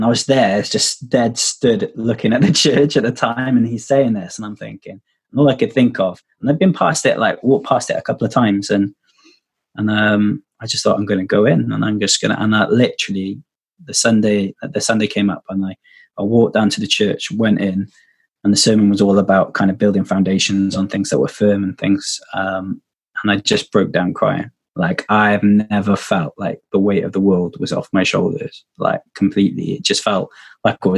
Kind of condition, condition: link, video call